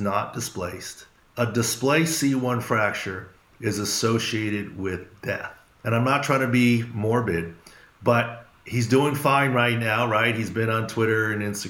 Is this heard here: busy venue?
no